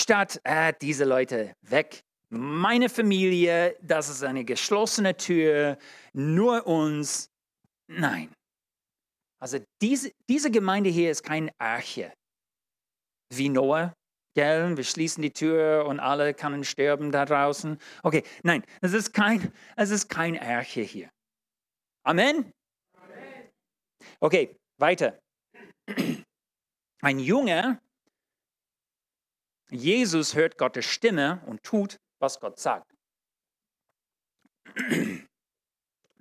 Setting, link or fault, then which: setting, large echoing room